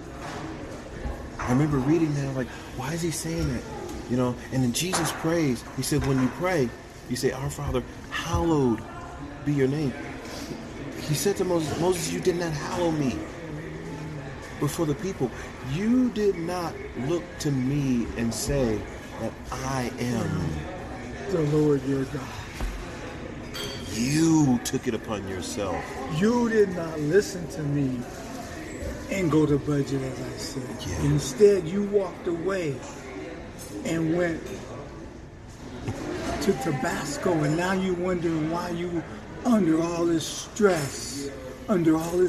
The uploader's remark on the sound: don’t let the sound of the restaurant distract you